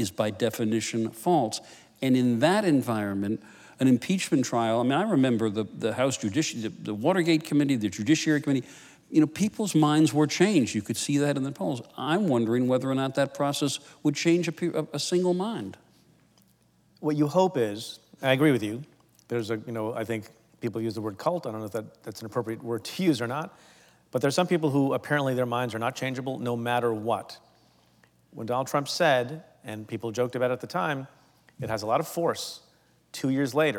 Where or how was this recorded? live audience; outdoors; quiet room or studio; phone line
live audience